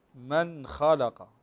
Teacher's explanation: تظهر النون لأن بعدها خاء